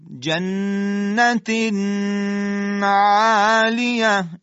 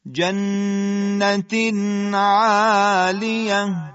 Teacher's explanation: اگر بگیم جنتین عالیه این غلطه، باید بگیم جنت عالیه، یعنی مکسمون روی تنوین به اندازه فقط ادای یک حرف ساکن، نون اظهار میشه · Shown in: second take